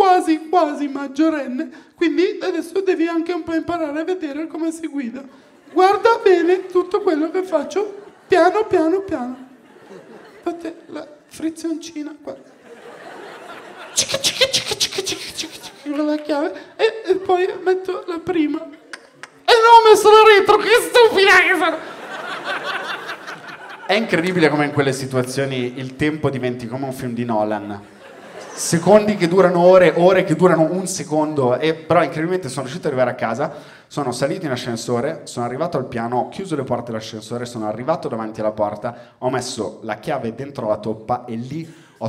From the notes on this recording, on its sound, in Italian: Registrato a Firenze al Teatro Puccini